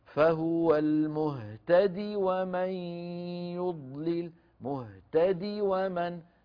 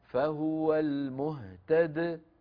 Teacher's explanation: دال مكسورة ما يأتي بالياء المحذوفة، وإذا وقف قال فهو المهتد بدال ساكنة